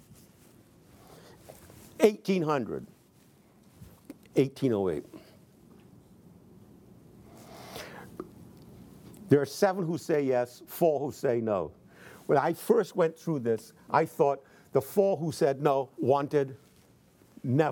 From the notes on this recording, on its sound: in front of a teacher audience